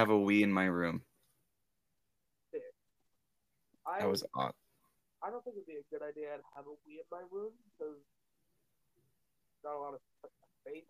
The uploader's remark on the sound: Sorry If the audio is a bit choppy.